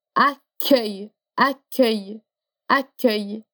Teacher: Mas veja que entre esse a e esse œil tem um k ligando